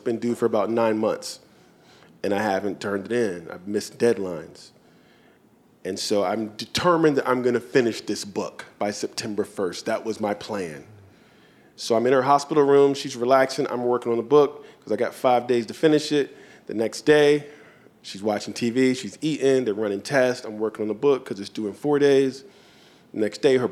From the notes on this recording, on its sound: Their conversation was recorded at Powell’s Books in downtown Portland.